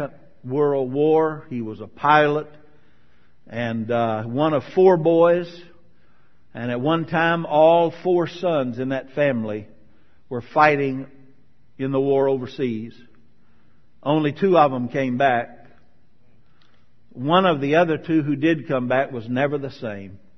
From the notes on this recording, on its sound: Sermon from May 2013 at Marcus Pointe Baptist Church.